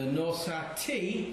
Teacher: the Nosati, stressed at the end, means that I shall give. So the difference in the word is purely where you stress it.